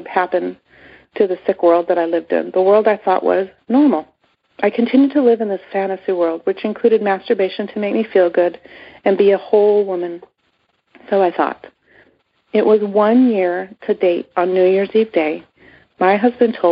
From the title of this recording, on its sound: Monday Noon Phone Speaker Series